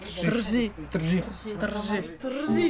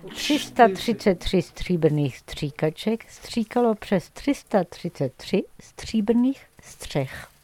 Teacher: Tu fais un R roulé sous le palais avec ta langue et en fait tu contractes les lèvres